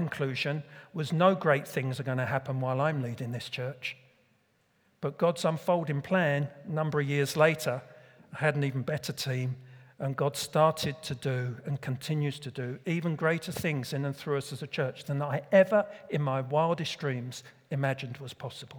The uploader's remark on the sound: Recorded at Middlesbrough Community Church.